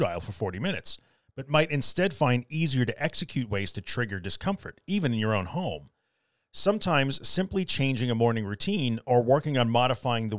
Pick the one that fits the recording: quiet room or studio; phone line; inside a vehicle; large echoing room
quiet room or studio